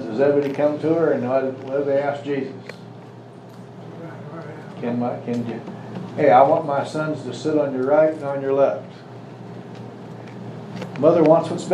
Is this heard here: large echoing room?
yes